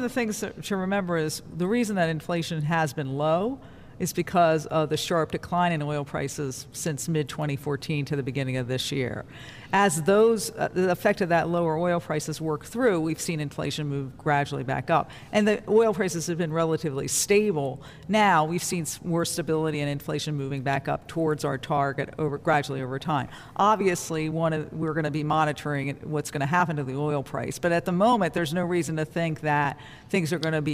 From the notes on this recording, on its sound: Live from the Federal Reserve Bank of Cleveland.